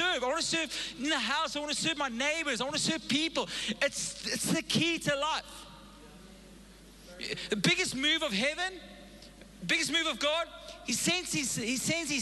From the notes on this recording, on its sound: Recorded live on Sunday the 3rd April 2022